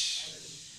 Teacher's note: الهواء بينتشر كده، عشان كده الشين لها صفة اسمها التفشي وانتشار الهواء